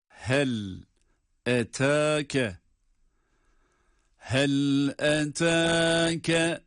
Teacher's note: Burada eta derken bir elif miktarı olarak meddi tabiinin uzatılacağı bir kural var.